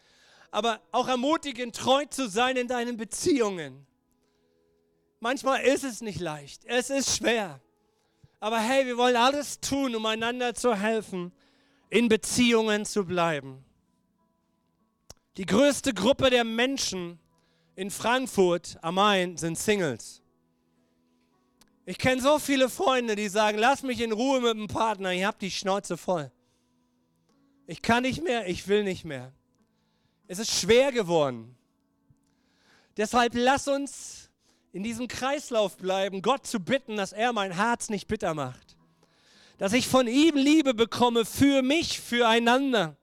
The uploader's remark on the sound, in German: Gottesdienst Predigt